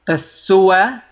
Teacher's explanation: أن تأخذ الحركة وتضعها على الحرك في الذي قبله ثم تسقط الهمزة أخذنا فتحة الهمزة ووضعناها على الواو ثم أسقطنا الهمزة · Term: النقل